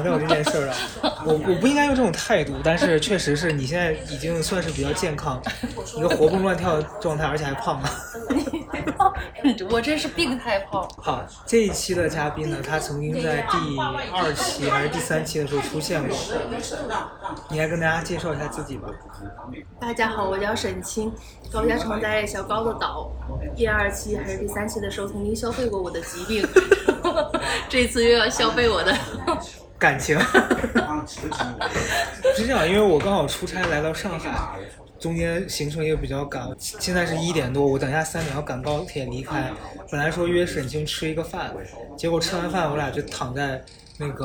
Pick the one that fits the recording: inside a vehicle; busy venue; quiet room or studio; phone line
busy venue